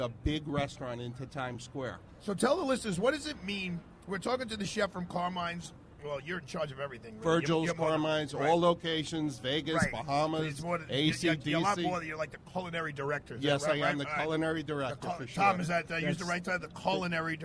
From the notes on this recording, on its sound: Live Broadcast from Father Duffy Square, in Times Square, NYC